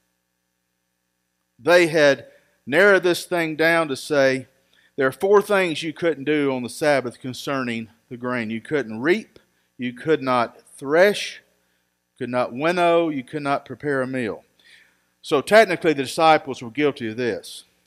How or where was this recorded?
large echoing room